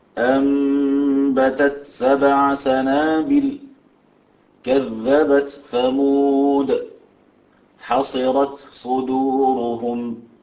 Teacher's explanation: أرجو أن ننتبه لهمس التاء عند إظهارها بالحرف الذي بعدها. طبعا إذا أدغمت لا همسة في التاء عندئذ.